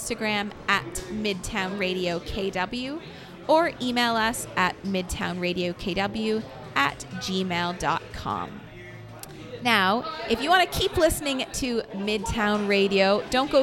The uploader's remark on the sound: broadcasts live from AOK Game Bar, one of Downtown Kitchener's most fun and unique spaces